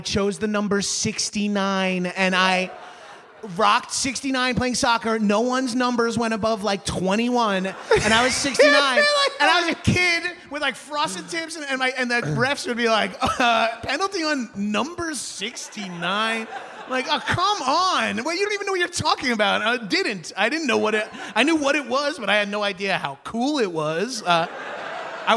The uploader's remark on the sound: a LIVE taping of High & Mighty in Portland, Oregon